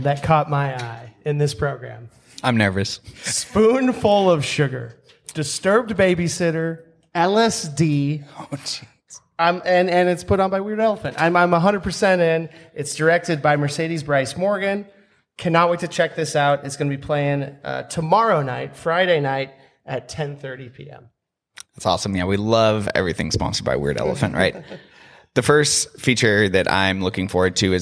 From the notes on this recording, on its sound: Sit down with a live studio audience on site at the Grand Cinema in Tacoma to preview the 17th Annual Tacoma Film Fest.